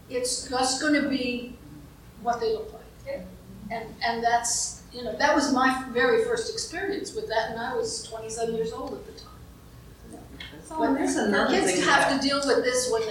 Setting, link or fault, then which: fault, background noise